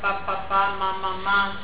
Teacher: Porque van combinadas con la vocal A. La vocal A, que es una vocal fácil porque es una vocal abierta